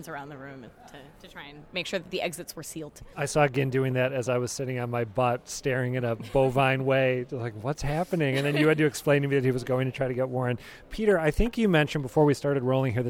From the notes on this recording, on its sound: took in this year's breakfast at the Boston Convention & Exhibition Center--then sized up the proceedings as they were winding down